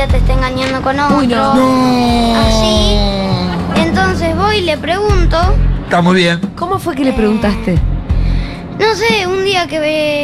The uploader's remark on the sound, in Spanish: … en vivo en Yunta Bar